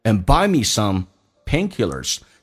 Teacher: And 不被强调，可以直接弱化成一个鼻音，就变成嗯。And buy me some painkillers.